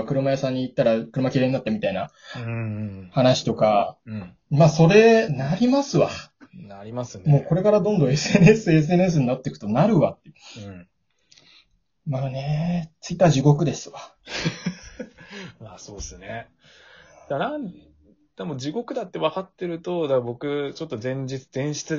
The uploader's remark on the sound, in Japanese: 霊圧が消えたけど音は入ってた。リモート収録。